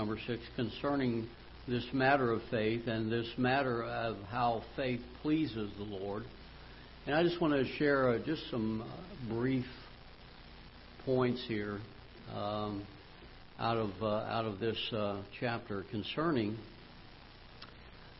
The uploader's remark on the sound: Ketha Heights Baptist Church ~ Live Broadcast